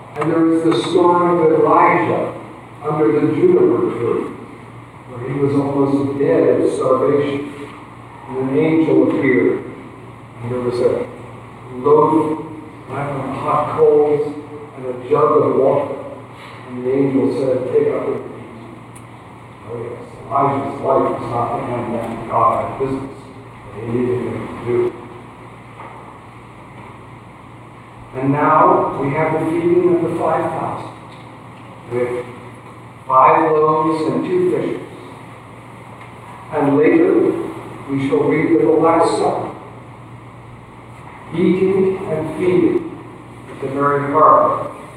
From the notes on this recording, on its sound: please excuse the poor audio quality